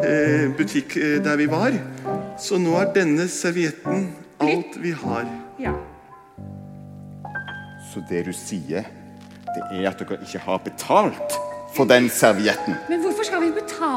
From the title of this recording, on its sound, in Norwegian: Live fra Kampen kirke